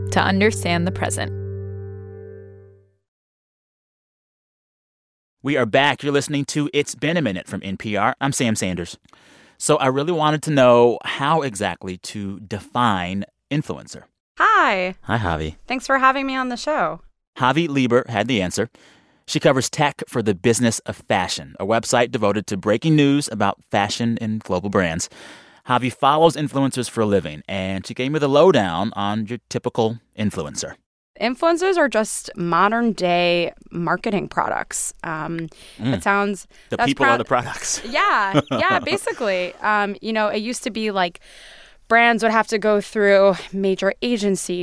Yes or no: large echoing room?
no